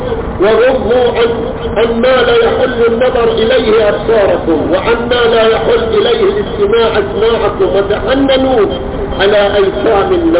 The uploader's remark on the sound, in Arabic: تسجيل قديم من مسجد الامام الحسين عليه السلام في حي الفيصل/الخرس بالمبرز